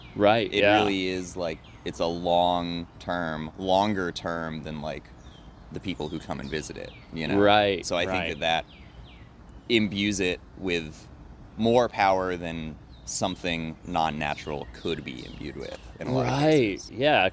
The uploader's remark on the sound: Special field report recorded on location. Interviews several neighbors of The Tree That Owns Itself in Athens GA.